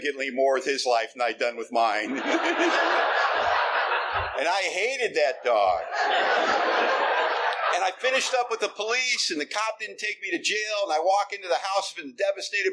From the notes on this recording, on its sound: telling his story at the 44th Annual Oceanfront Conference held in Virginia Beach Virginia in 2020